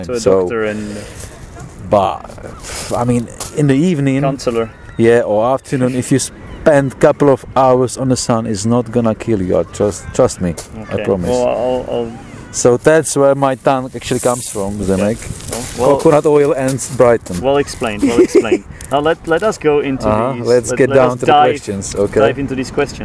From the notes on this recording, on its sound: Brighton (England) and the episode was actually recorded on the beach.